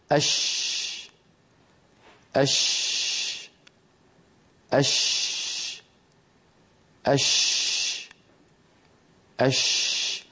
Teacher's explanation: الشين تنشأ من وسط اللسان لأنها مهموسة ولا عمل للوترين الصوتيين فيها، لا جهر فيها